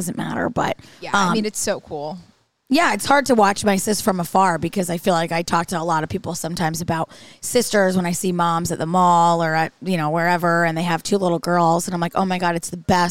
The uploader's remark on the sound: This week's episode was recorded live on tape from Prime at Saratoga National.